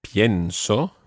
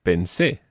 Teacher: the stress on the present tense is on the IE, and the stress when it's in the preterite is on the last syllable.